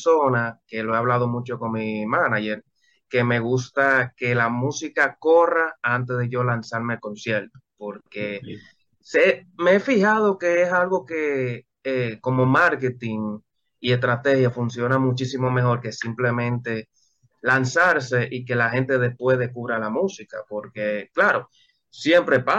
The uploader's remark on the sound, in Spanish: Charlamos via zoom.